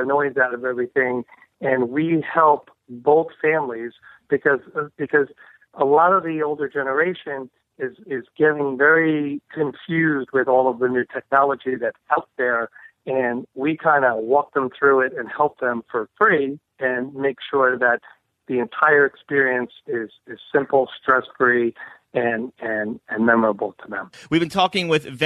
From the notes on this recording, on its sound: on the phone